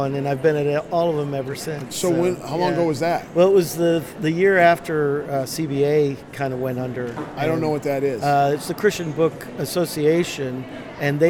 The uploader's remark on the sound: LIVE from CPE 2022!